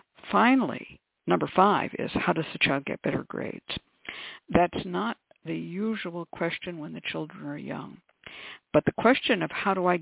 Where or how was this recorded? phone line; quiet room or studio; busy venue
phone line